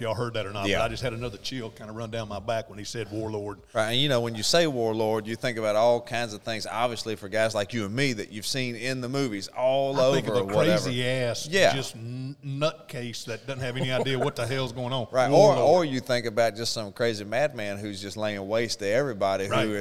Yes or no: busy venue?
yes